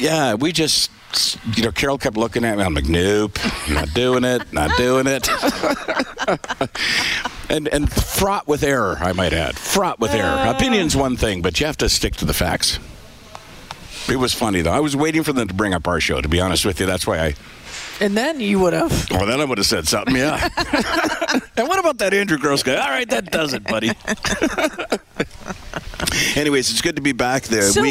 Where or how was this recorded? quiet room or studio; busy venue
busy venue